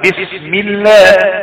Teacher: اذا سبق لفظ الجلاله كسر، يعني حرف مكسور قبله على طول، نرقق لام لفظ الجلاله